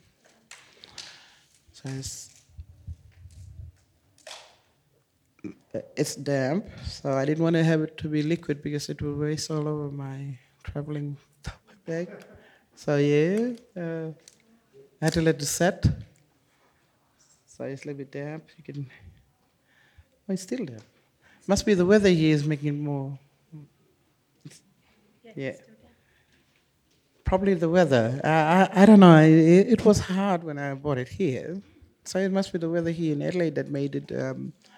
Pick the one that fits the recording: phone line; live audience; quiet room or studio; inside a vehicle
live audience